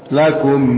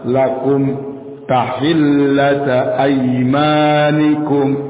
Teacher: Min sukun dibaca jelas. Setelahnya huruf ta. Jangan ditahan. · Shown in: second take